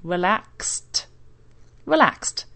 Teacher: The ed actually sounds a little bit like a t.